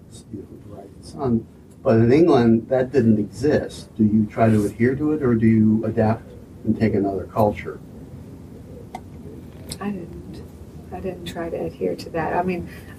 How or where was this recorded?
busy venue